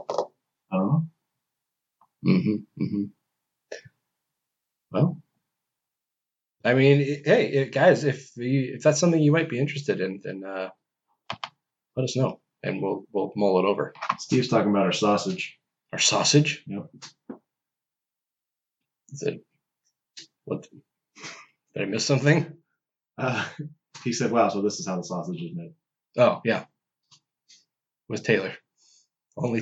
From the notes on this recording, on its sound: This entire episode was recorded through a laptop mic instead of our fancy audio set up.